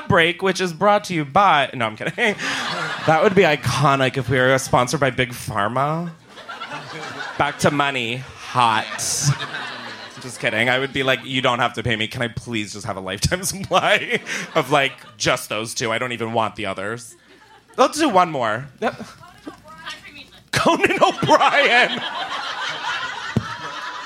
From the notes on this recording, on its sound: Live from Los Angeles. Live from the Flappers Comedy Club in Burbank, California.